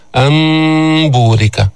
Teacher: قلبنا النون ميما عند الباء وأخفيناها · Term: الإقلاب